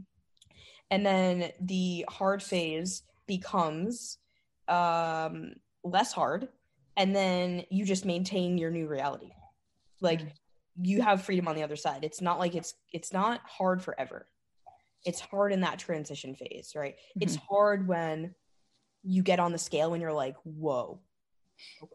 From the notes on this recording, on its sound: a recording of a recent group coaching call